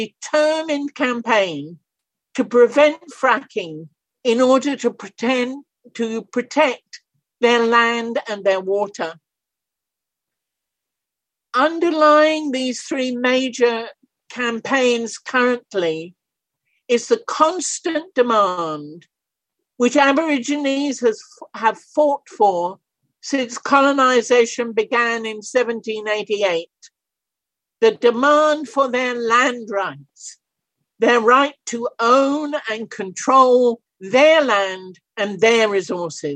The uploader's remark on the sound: A panel discussion on the violation of Indigenous People’s Human Rights in Canada, the USA and Australia was held via Zoom. As a side event during the 48th session of the United Nations Human Rights Council.